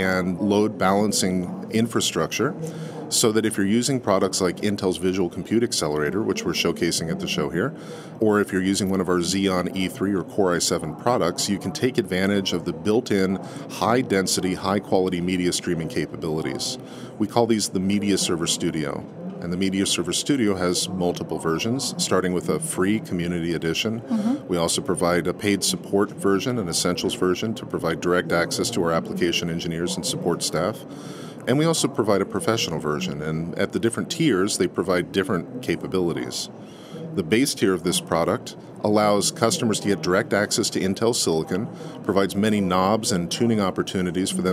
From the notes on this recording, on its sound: In this livecast from the National Association of Broadcasters conference in Las Vegas